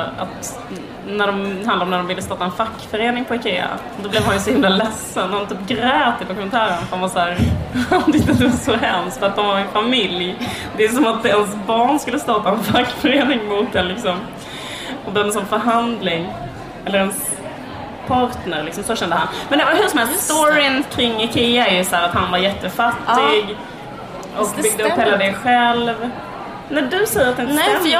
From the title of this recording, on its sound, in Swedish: Live på Bokmässan